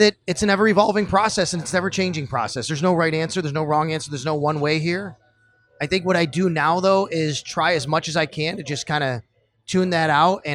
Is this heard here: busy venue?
yes